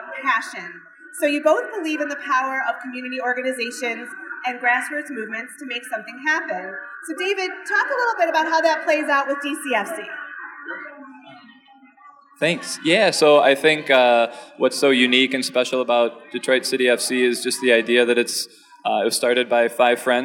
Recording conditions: live audience